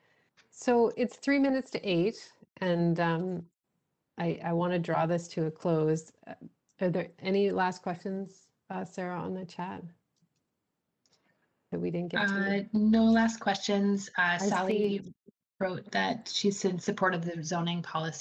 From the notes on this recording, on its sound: This episode is a live recording of last week's Virtual Mayor's Drop-In.